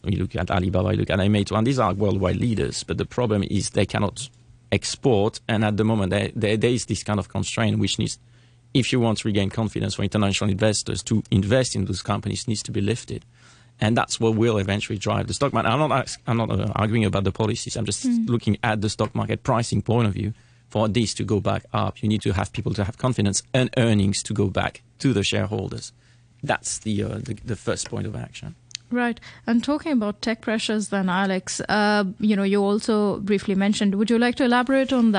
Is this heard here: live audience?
no